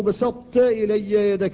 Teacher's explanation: لا، ليس فيها إدغام أصلا. كذلك لئن بسطت إلي يدك لتقتلني، بسطت يبقى معنى الطاء، وهو ما يحصل من استعلاء اللسان عند النطق بها · Term: الإطباق